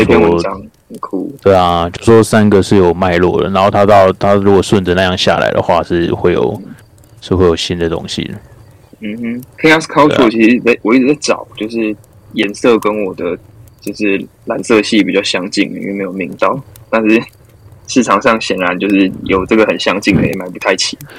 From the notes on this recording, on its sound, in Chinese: 由於本週森林中雷雨交加，故錄音魔法的術式稍有差池